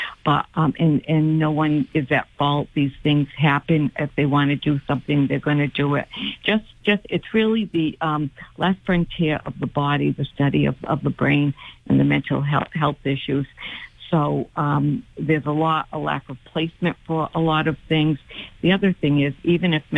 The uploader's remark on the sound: Take calls from people in the audience.